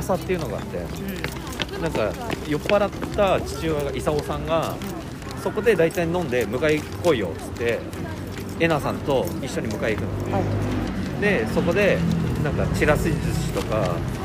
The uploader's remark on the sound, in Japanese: 新大久保から新宿まで、。3人で歩きながら語った。